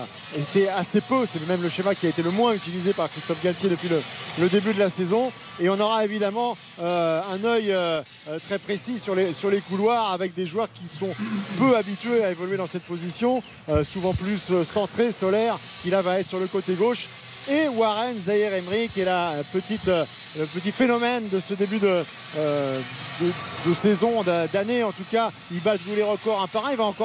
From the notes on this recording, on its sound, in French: en direct du Parc des Princes